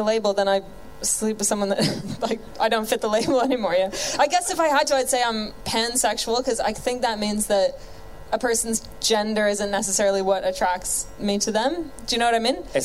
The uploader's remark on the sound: Live from our big London show at The Underbelly in June 2019